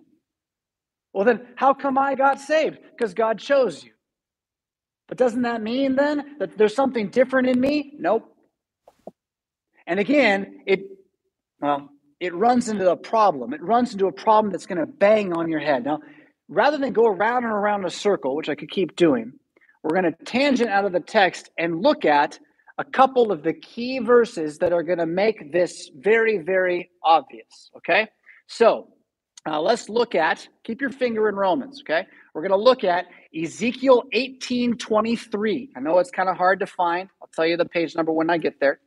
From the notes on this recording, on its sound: Preached at St Paul Lutheran Church , Rockford, Illinois on June 19, 2022.